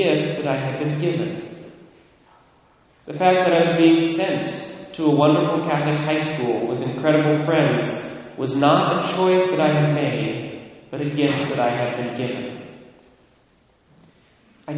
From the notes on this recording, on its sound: Recorded at Immaculate Conception, Mount Vernon, WA